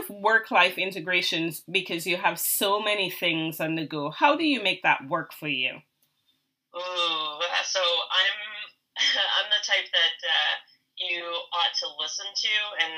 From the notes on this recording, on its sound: The audio on this one is rough but the content is great!